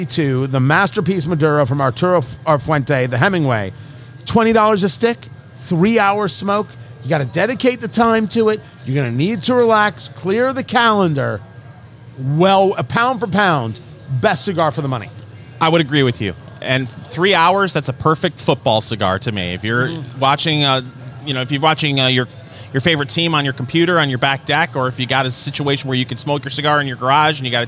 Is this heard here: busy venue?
yes